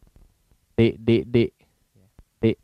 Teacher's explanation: Huruf D kita kan agak belakang kalau tidak salah ya. Kalau tidak salah tidak disentuhkan dengan dinding atau gigi seri.